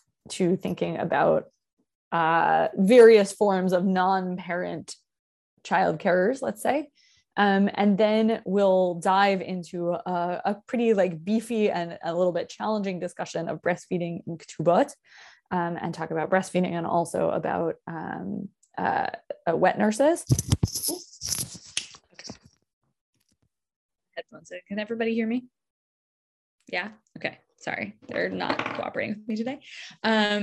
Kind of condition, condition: link, video call